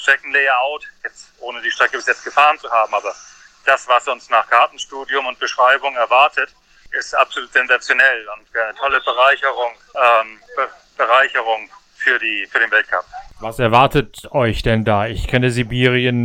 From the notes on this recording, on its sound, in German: Am Telefon live aus Sibirien.